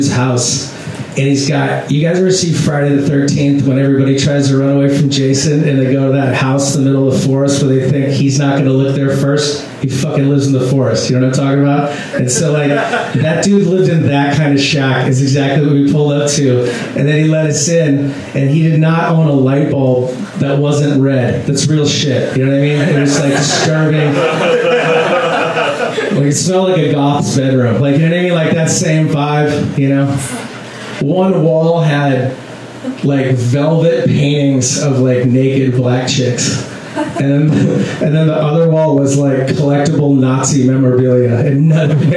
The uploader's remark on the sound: Live from Genuine Joe's